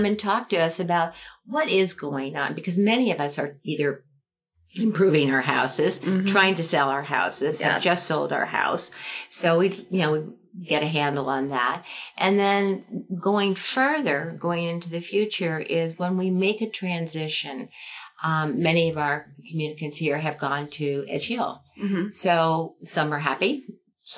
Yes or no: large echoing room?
no